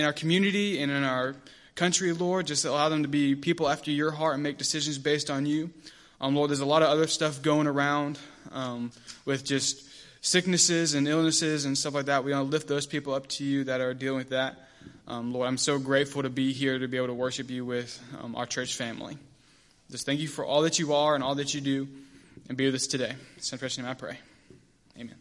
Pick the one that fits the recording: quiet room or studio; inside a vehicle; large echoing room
large echoing room